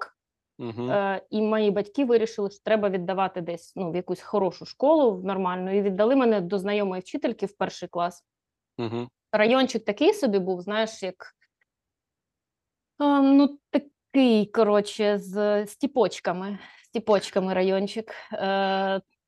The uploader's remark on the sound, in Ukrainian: ми сидимо в ЗУМ і записуємо подкаст